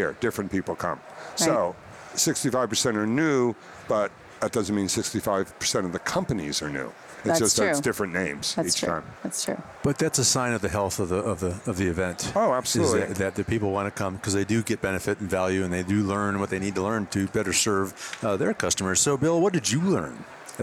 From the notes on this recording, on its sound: stopped by intrepidHR at the HR Tech conference in Chicago